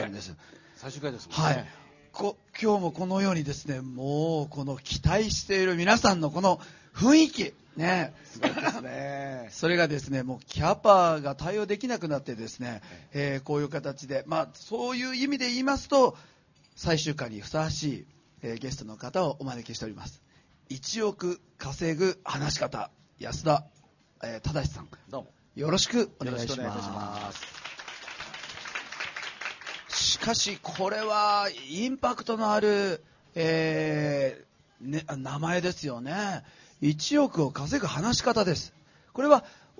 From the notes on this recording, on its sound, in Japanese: TSUTAYA TOKYO ROPPONGIにて開催しました。公開収録イベント。